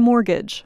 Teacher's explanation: Because of the word's French roots, we do not pronounce the letter T in mortgage.